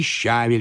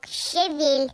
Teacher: В моем словаре указано, что ударение надо ставить на второй слог. · Shown in: second take